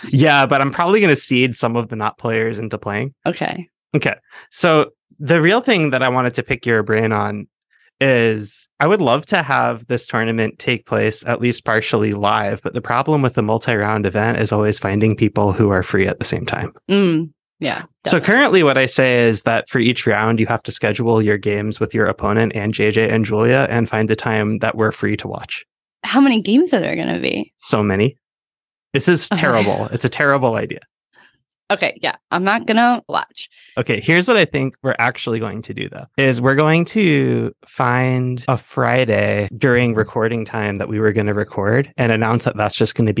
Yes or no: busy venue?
no